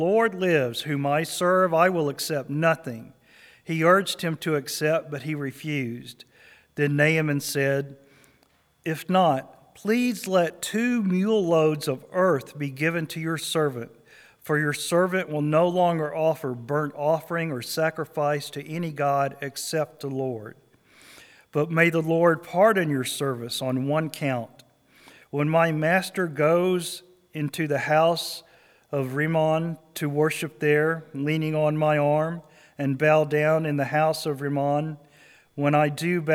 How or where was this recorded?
large echoing room